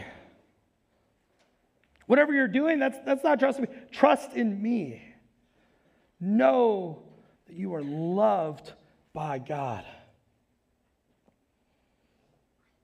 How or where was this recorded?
large echoing room